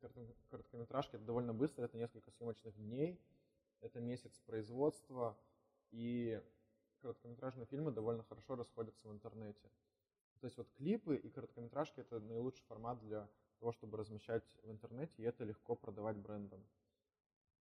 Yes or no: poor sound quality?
yes